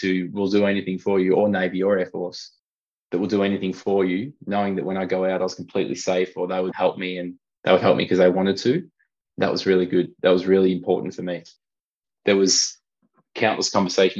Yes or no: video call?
yes